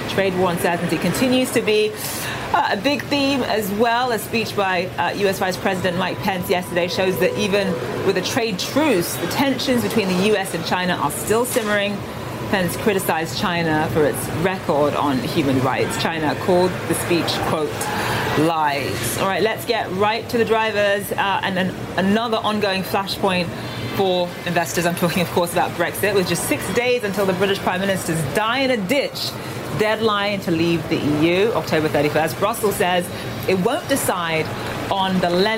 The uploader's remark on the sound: live from the New York Stock Exchange